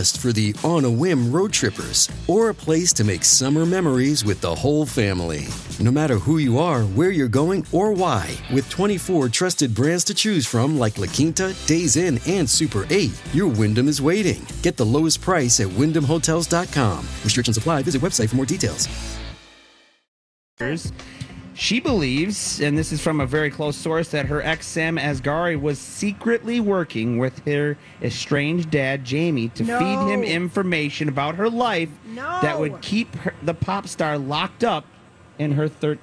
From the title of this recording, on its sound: Wednesday Day 7 at the MN State Fair